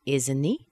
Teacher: The T disappeared because the H is not usually pronounced, which leaves us with just a vowel.